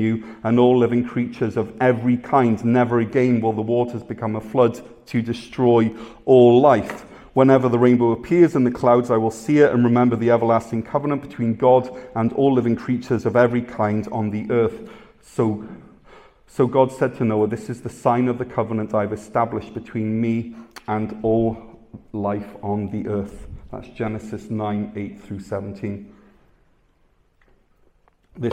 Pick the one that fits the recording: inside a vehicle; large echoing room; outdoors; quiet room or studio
large echoing room